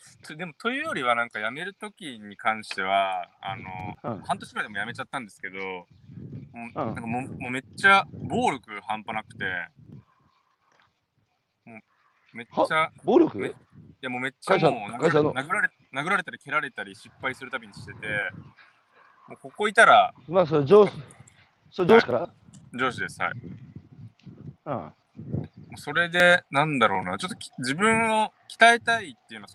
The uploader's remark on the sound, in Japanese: 歩きながら1時間、対談する。